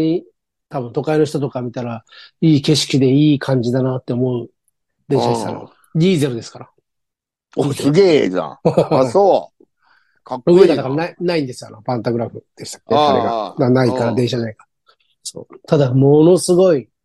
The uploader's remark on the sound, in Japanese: ZOOMで収録